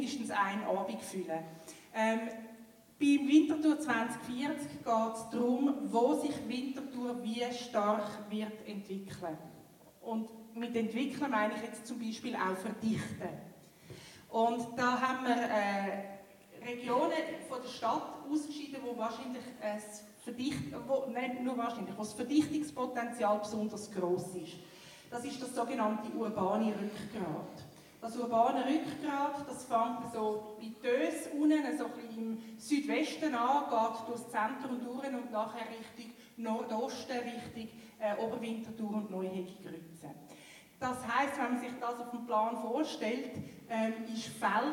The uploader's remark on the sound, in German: Oktober fand im Reformierten Kirchgemeindehaus Veltheim die Veltemer Landsgemeinde 2021 statt. Im zweiten Teil den Fragen aus dem Publikum.